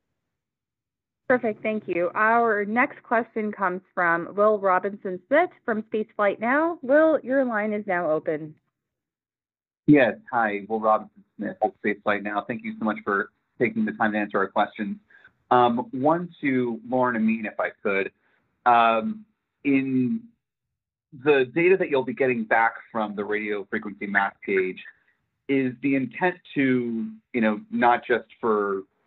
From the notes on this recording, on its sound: NASA held a virtual, audio-only media teleconference